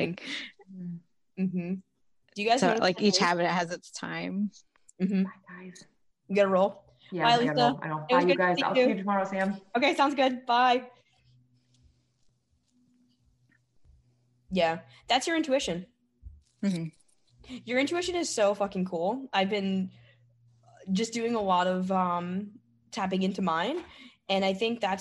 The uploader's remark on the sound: a recording of a recent group coaching call